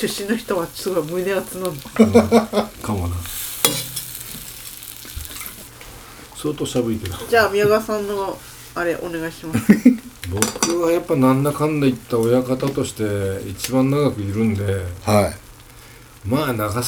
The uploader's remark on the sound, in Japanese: 長崎の夜はタコパで座談会。今回も長崎での収録回です。今宵は3人でたこ焼きパーティ。大衆酒場 いけいけ松ちゃん｣。雑音等、お聞き苦しい点がございます。なにとぞご容赦下さい。